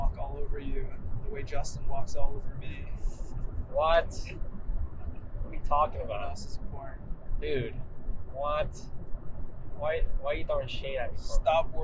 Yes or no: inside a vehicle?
yes